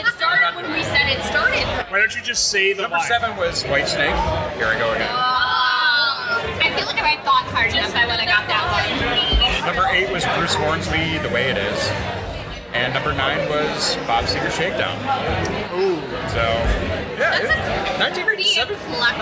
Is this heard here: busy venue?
yes